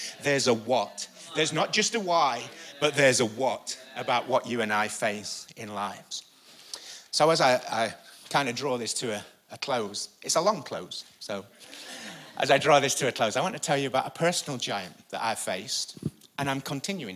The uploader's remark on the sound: Recorded live at the Chesterfield Campus this is the message from the morning service on the 14th July 19.